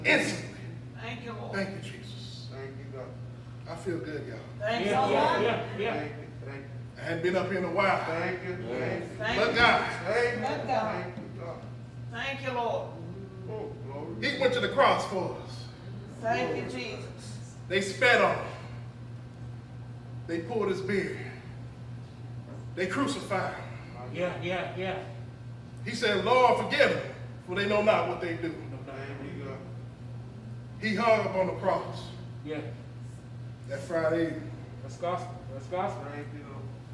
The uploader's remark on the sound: This is audio of me preaching back in 2021 in Cedar Fork Baptist Church.